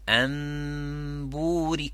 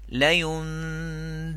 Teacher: The mim slightly weaker than the ba is stronger. So the mim will be a little bit less strength, but the ghunna is there. So you'd say amburik, and you'd say layunbadhan.